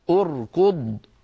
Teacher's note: همزة الوصل بعدها راء ساكنة بعدها كاف مضمومة، من أجل ضمة الكاف ضممنا همزة الوصل عند البدء بها، فنقول أركض.